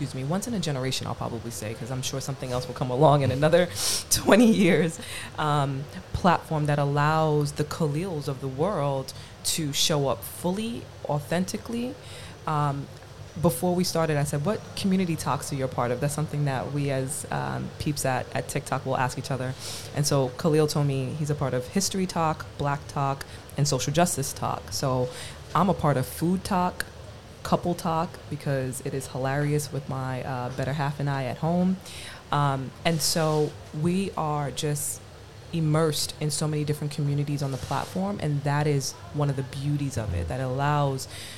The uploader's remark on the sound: The Meaningful Media Podcast headed to La Croisette. Special Cannes recordings of The Meaningful Media Podcast to a live audience at the beautiful #HavasCafe!